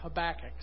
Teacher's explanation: The Hebrew generally puts, unless there are other rules of grammar that come in, the Hebrew generally puts the emphasis on the second to last syllable, making it Habakkuk